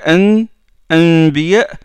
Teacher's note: on ne colle pas carrément les lèvres, mais on laisse un petit espace, il y a un petit air qui sort · Term: iqlab